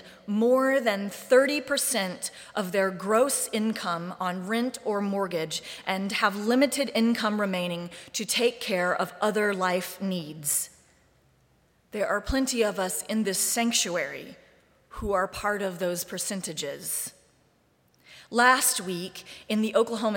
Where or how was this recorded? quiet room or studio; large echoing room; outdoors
large echoing room